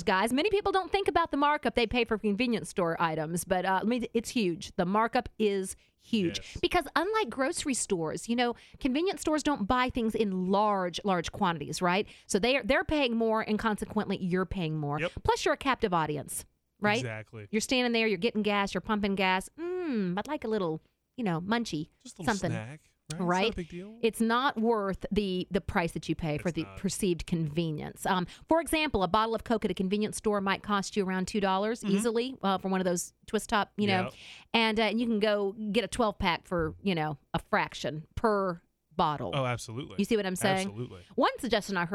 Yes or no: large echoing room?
no